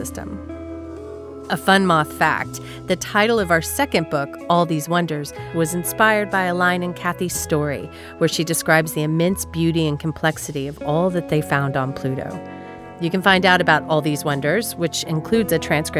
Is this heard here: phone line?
no